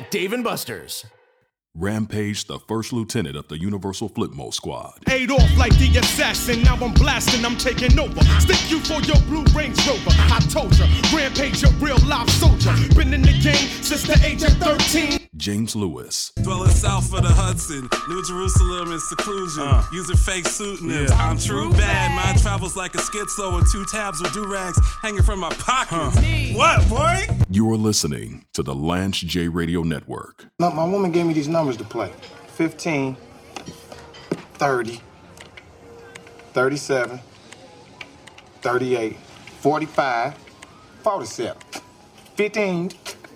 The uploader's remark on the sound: Live fro Dave & Buster's.